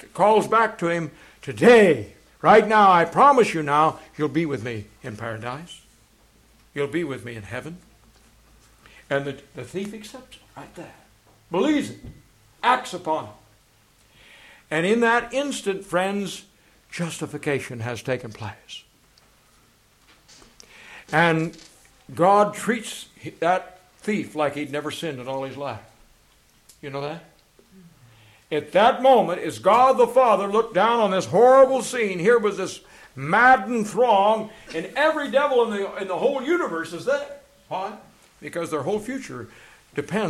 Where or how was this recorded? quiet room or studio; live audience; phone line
live audience